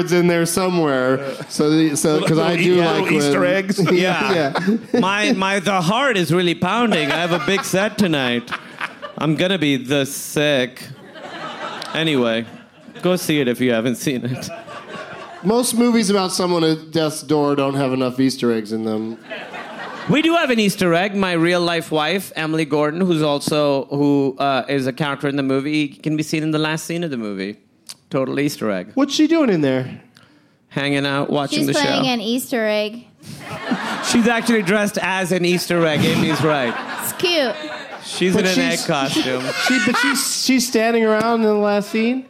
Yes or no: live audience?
yes